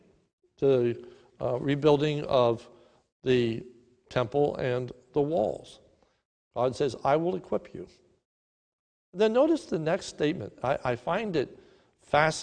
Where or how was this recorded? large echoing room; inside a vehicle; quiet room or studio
large echoing room